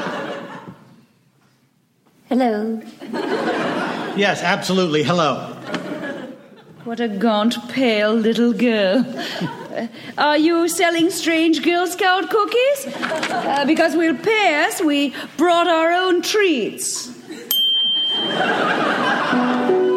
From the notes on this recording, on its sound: At the Opera House in Wellington, New Zealand.